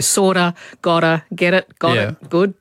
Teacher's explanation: It's sometimes called flapping or tapping, and it happens whenever a T is flanked by vowel sounds.